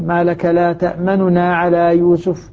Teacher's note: لك لا تأمننا على يوسف نون مختلسة والاختلاس كما يقرره العلماء أن أنطق بالنون بالضمة بثلثي الضمة يعني الباقي منها أكثر من الظاهر لا يجوز أن أنطق بها ضمة كاملة فأقول تأمننا نونا نو